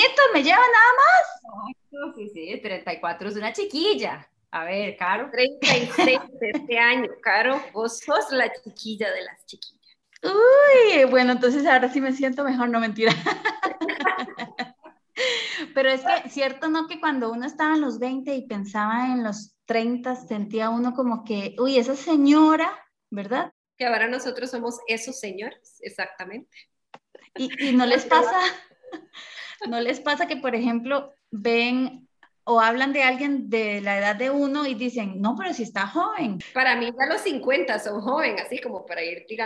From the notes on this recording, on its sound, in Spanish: nos pusimos a conversar vía Zoom